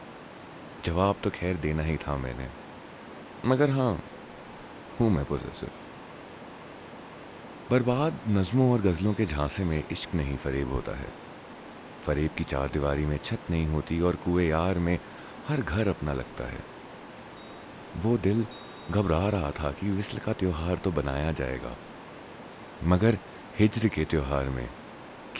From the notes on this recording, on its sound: This is against the backdrop of a flowing river and wind chimes and also my 1st recording on a new setup.